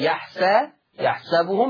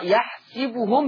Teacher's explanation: حفص عن عاصم يفتح السين، أما ورش عن نافع يقرأ يحسبهم بكسر السين